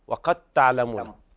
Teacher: الدال تذوب في التاء لا تنطق · Term: الإدغام